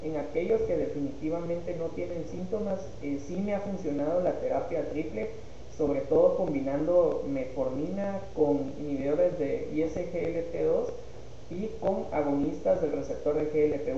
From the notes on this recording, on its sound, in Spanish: Con algunas dificultades de audio